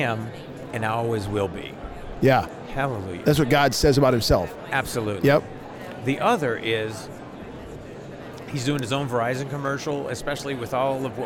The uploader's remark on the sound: LIVE from NRB 2022!